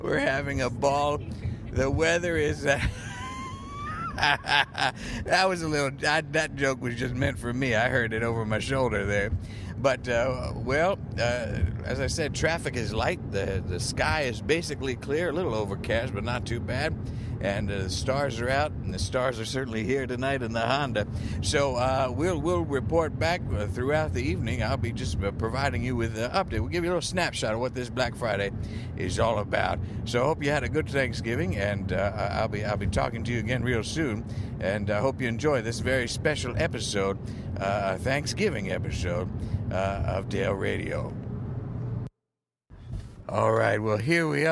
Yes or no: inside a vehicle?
yes